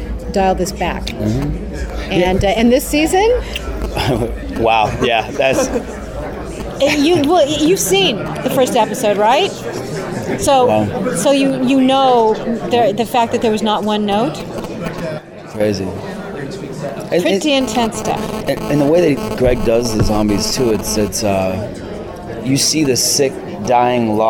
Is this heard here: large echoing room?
no